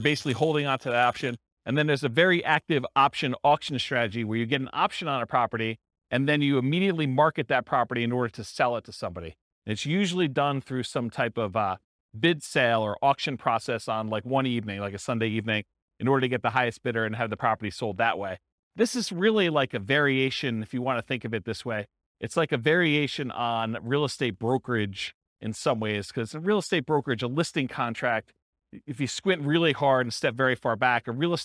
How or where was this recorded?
live audience